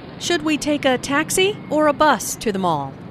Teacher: The word or signals a choice here. Notice the rising intonation on taxi, the first choice, and falling intonation on bus, the second choice.